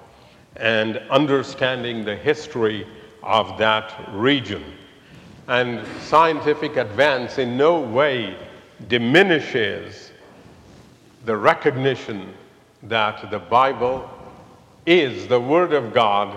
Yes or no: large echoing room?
yes